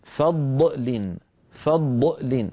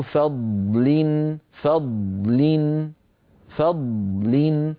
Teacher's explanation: بعض إخواننا بيظنوا أنه هذا فراغ، ليس فراغا، ليس سكتا، لا يوجد عند نطق الضاد زمن فارغ، وإنما هو صوت الضاد. بعد أن نقول فض نقول لين، فضلين، من غير أن نخرج بين الضاد واللام أصوات أخرى · Shown in: second take